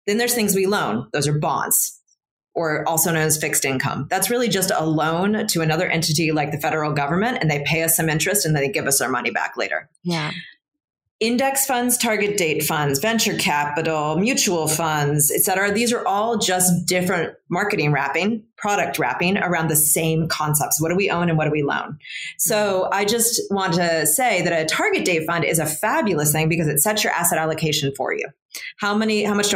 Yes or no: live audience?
no